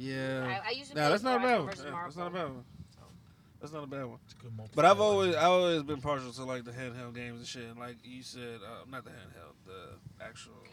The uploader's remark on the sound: We are in the car. Recorded at Thank You Miami.